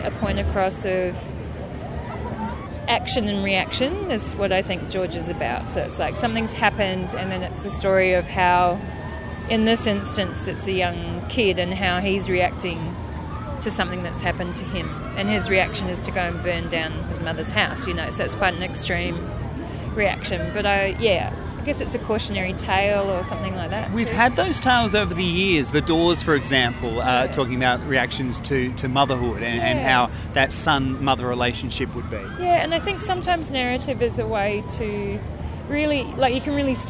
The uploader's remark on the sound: Chat recorded back in March 2017, in The Garden of Unearthly Delights at the Adelaide Fringe. Chat recorded back in March 2017, in The Garden of Unearthly Delights at the Adelaide Fringe.